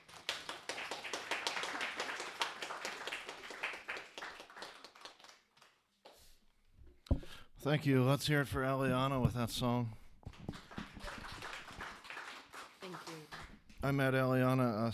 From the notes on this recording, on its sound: In this episode, recorded live on December 8th, 2018